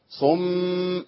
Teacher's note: هي صاد ميم على طول وميم مشددة، يبقى انتقل من الصاد للميم على طول